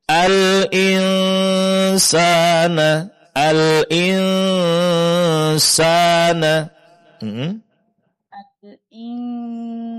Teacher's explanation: Al-insana layatoh. Nah, caranya posisi lidah kita hampir seperti mengucapkan al-issa, al-issa. Tapi tidak sampai menyentuh makhruj sin. Al-insana, al-insana. · Term: menyamarkan bunyi nun sukun